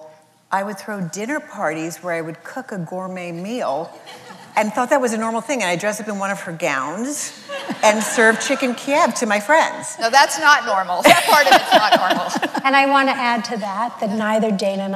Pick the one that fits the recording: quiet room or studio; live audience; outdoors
live audience